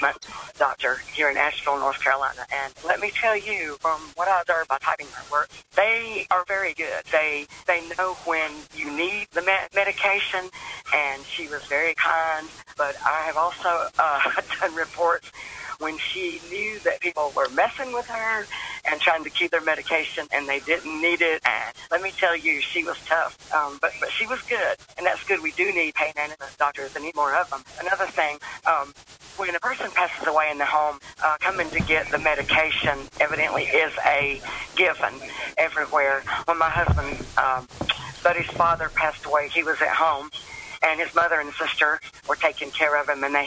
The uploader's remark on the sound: The coffee club where we discuss most anything with our pannel and take your live calls.